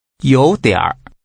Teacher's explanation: Using rising and falling rising tones, say a bit.